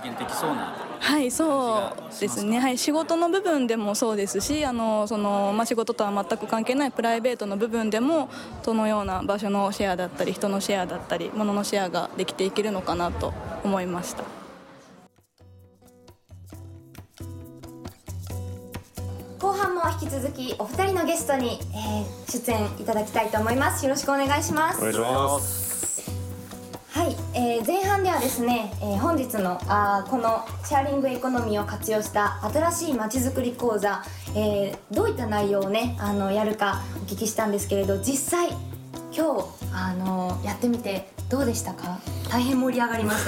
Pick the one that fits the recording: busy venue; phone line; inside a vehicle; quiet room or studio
busy venue